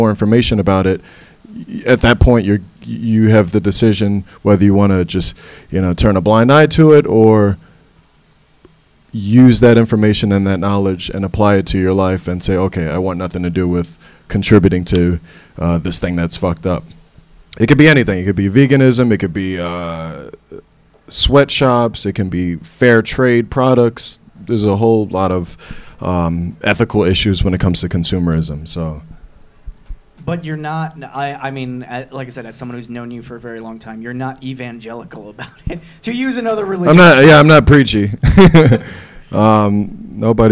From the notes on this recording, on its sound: The NerdProQuo Podcast Live. The live show from Freddy's Bar and Backroom.